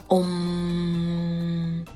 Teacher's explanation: 它是一个开口的喉音，通过喉咙的震动带上鼻音，冲上脑部，打通脑部的气脉，它就像一个打中一样，嗡。它是一个头部的发音，当我们拉长这个嗡音的时候，你能够很明显的感觉到头部的震动。嗡。所以咒语跟六字诀一样，不是泛泛而念，而是有一定的方法。当然，重要的是声与意的结合。那今天只是就声音部分做一个小小的探讨，希望能够让你对声音的力量有所认识。